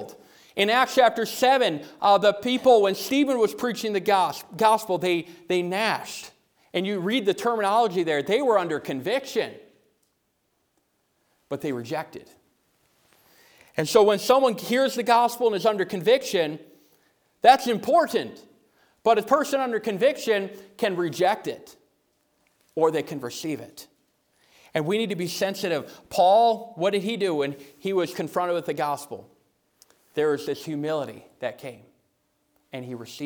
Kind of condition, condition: setting, large echoing room